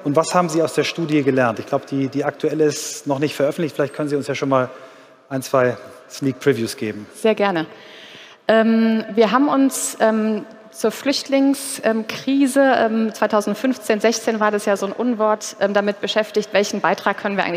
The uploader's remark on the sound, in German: Auf dem Abschlusspanel des Deutschen Arbeitgebertages. Live-on-tape vom Deutschen Arbeitgebertag 2022 in Berlin.